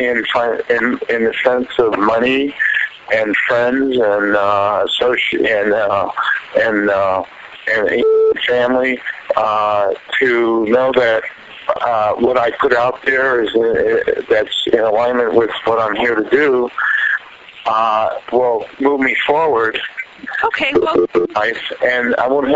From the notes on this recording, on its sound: "prayer check" from archive.org was assembled into the "RBCP's Personal Prank Phone Calls Collection" podcast by Fourble.